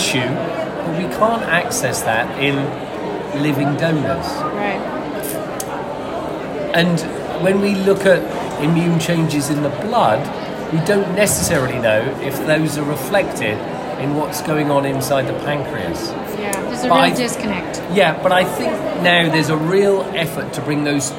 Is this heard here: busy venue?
yes